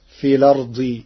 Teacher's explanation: قرأ ورش كلمة الأرض بنقل حركة الهمز إلى الساكن قبلها فتصير في الأرض تخفيفا.